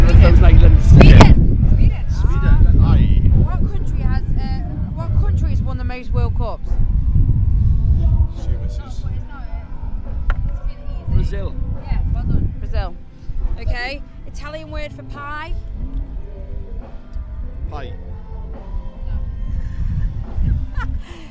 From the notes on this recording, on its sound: Sorry about the wind noise, I lost my muffler haha.